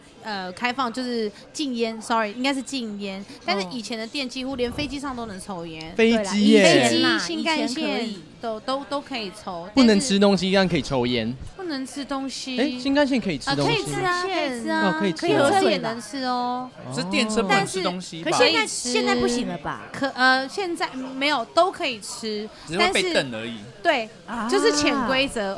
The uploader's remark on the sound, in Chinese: 這集我們把錄音棚直接搬到居酒屋